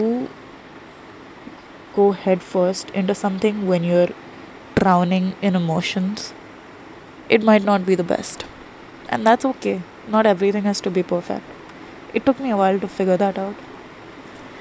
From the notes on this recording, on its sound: I'm sorry for the quality on these cause I'm recording them on my phone.